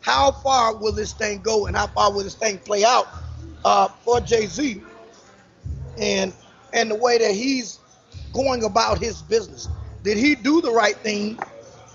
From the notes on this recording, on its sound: live from Pizza Bar in Atlanta